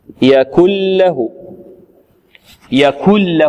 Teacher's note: إدغام إدغام كامل، يذهب الحرف معه بكلية، يعني تصير النون بمخرجها وصفتها وهي الغنة تصير لاما